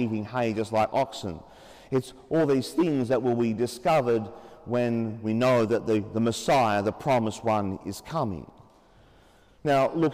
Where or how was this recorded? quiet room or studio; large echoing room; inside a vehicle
large echoing room